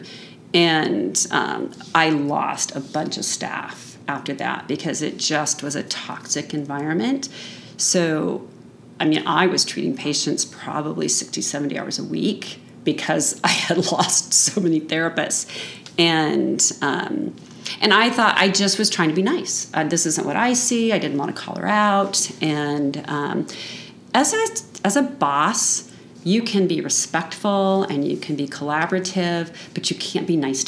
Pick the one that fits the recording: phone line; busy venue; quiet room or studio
busy venue